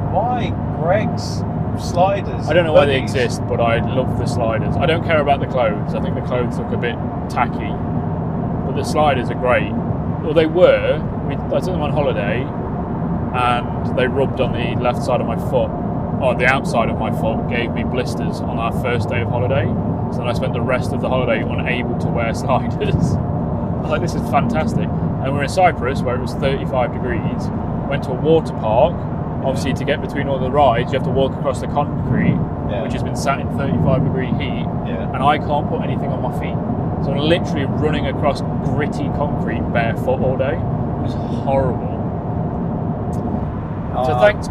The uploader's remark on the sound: It was about half an hour in to the drive. This was recorded in the rather noisy GT86, and using microphones I've not used before. There may be some road noise, and there's two parts to the recording.